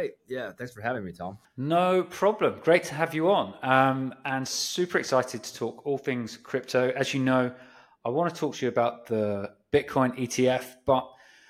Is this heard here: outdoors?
no